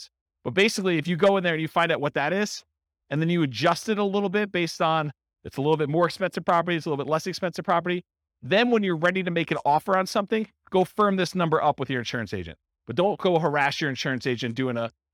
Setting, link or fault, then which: setting, live audience